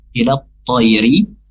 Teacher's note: Ilat tayri huruf ta, ta ini punya sifat itbaq, yaitu dibaca tebal. Jadi bukan ilat toiri, tapi ilat to.